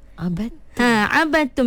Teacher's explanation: Jadi hukumnya kita baca ba tu masuk terus ke dalam ta, betul tak? Abadtum. Bila maksud dia masuk dia mesti akan jadi idgham. · Term: idgham mutajanisain